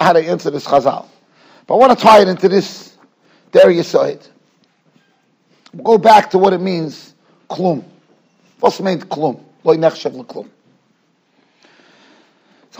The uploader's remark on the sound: Shiur recorded in Yeshivas Ohr Reuven, Monsey, NY.